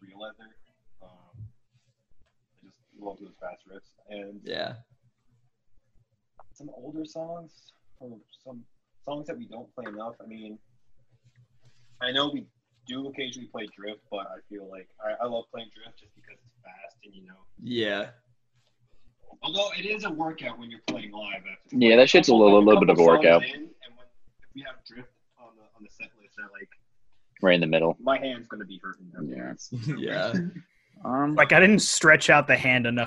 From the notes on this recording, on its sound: It took us three zoom calls to make this episode happen because of the god forsaken time limit that the zoom gods created.